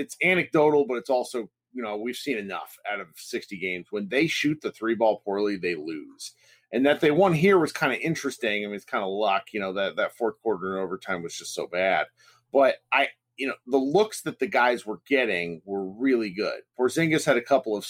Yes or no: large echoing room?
no